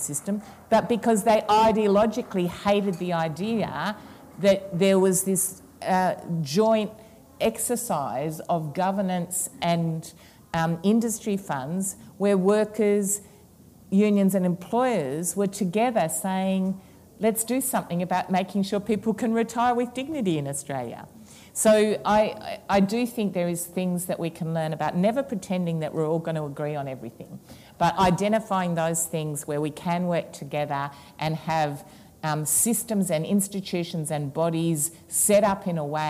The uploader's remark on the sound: the first of TWO live recordings of Socially Democratic, as part of ALP National Conference Fringe